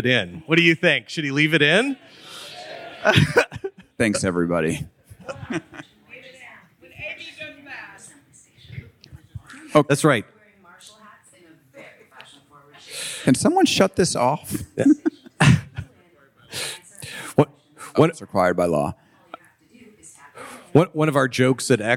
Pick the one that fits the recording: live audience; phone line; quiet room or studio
live audience